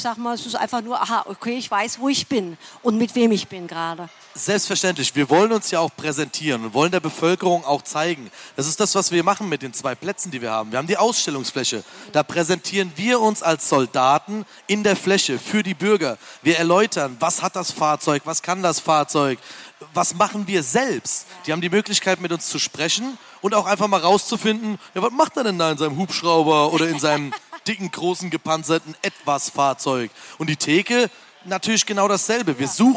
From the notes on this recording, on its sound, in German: Live auf der Hessentagsbühne im Bundeswehrzelt